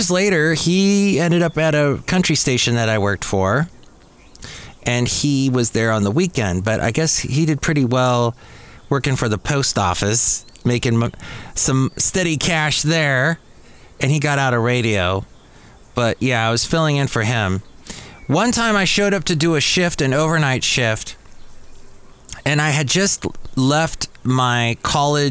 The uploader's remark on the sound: podcasts live from Café Anyway